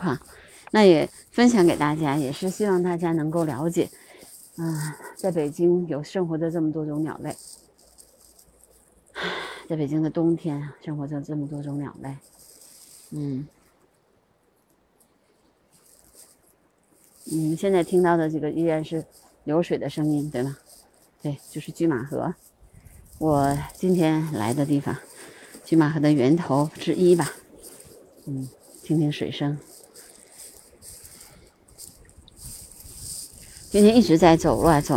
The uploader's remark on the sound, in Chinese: 我们在房山拒马河拍摄红翅旋壁雀的现场录音。群鸟齐聚拒马河。